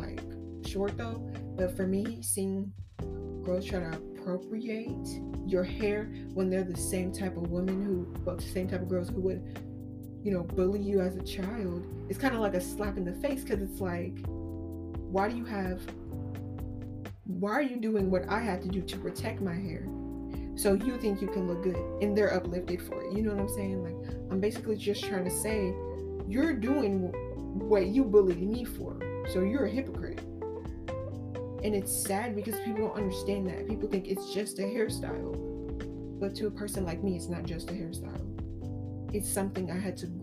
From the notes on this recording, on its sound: Excuse the Microphone, technical difficulties.